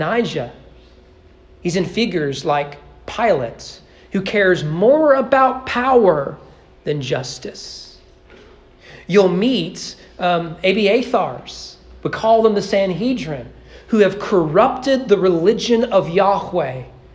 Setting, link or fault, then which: setting, large echoing room